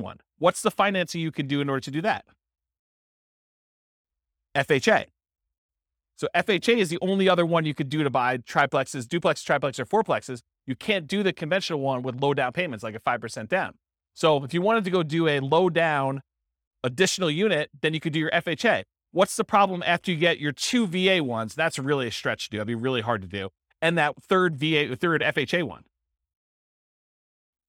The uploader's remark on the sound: This was a live class recorded